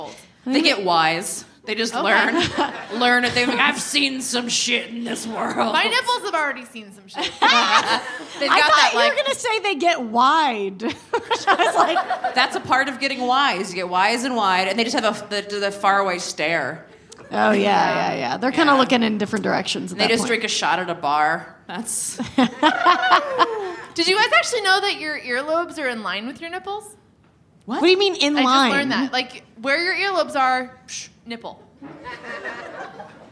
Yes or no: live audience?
yes